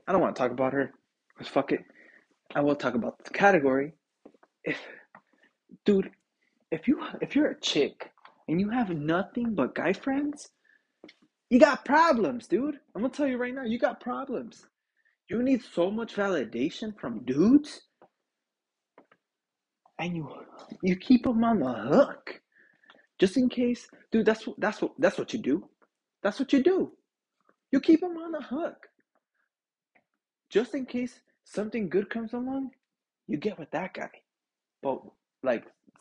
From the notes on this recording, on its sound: internet issues so bare with me.